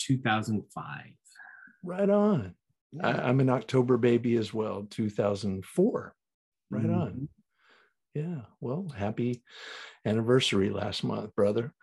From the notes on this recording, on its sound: Recorded 11.22.2021 from Raleigh, NC & Austin, TX on Zoom.